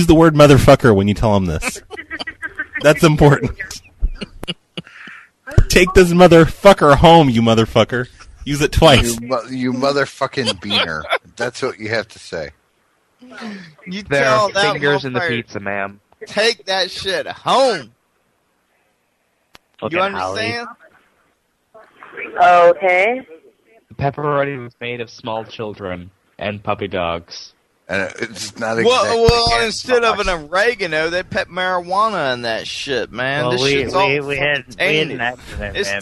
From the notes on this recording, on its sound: Prank Phone Calls